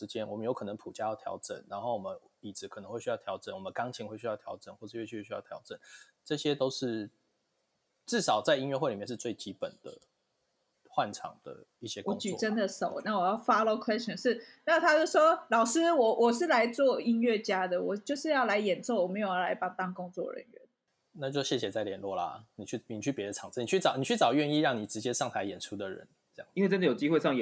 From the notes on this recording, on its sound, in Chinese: 本集節目透過Zencastr錄製平台來錄製，聲音品質會與過往錄製有些落差，請見諒。